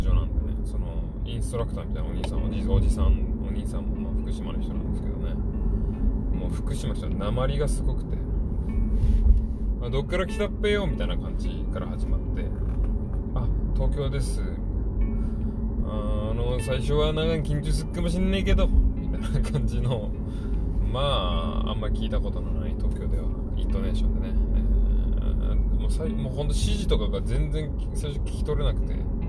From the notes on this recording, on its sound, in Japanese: 車の中で車の話。バイト帰りの車の中で録ってます。スマホをドリンクホルダーに刺して録音したけど声遠くて何いってんだか聞こえません。